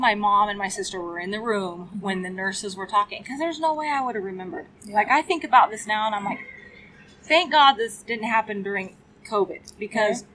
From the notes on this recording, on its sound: We were grateful to have the opportunity to sit down with her at the Pink Buckle. You will hear some background sound but we had the opportunity to sit down outside of her stalls and enjoy the weather.